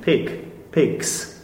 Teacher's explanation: the previous sound is voiceless, like K in pick, picks, then it's S